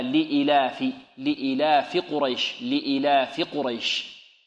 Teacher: بل لابد أن يمد الهمزة ويقصر الفاء، هكذا لإيلاف، لإيلاف قريش، لإيلاف قريش.